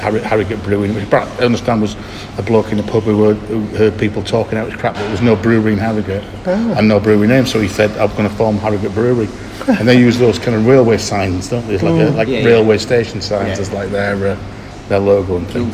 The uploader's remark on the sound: This Episode is a combination of 5 live recordings around a number of pub and tap tables – covering the fine towns of York, Harrogate and Knaresborough and a visit to one of the legendary homes of modern Yorkshire brewing – Roosters.